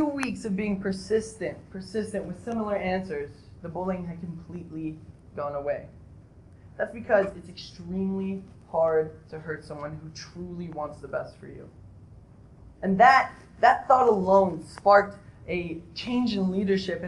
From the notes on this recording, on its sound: I apologize for the poor audio, I'm currently experiencing some technical difficulties with my lapel mic.